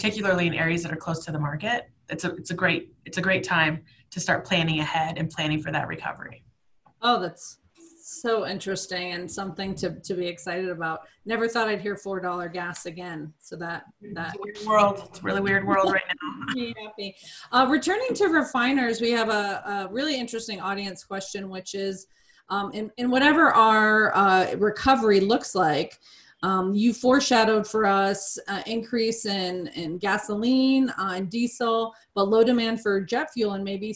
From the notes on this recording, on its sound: This episode was originally recorded as a webinar. Webinar originally recorded on May 20, 2020.